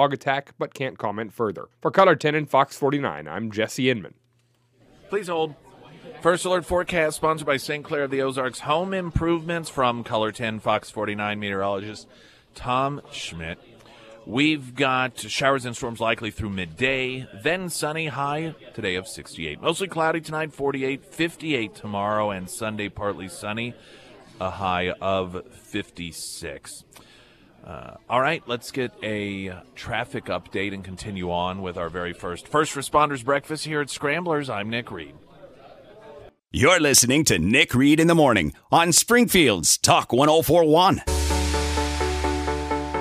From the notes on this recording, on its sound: Live at Scramblers Diner.